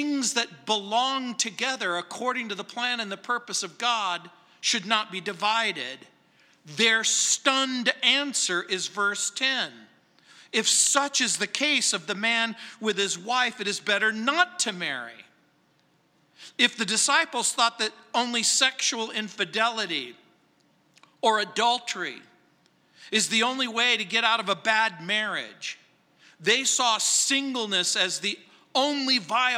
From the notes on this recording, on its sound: at Calvary South Denver in Littleton CO